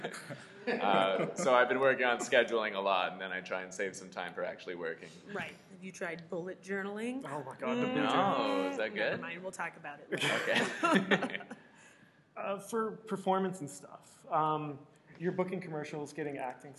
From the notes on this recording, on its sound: This edition of TCS was recorded LIVE at the Toronto Sketch Comedy Festival.